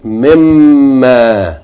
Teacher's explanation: noon is merged into the meem, it became mimma.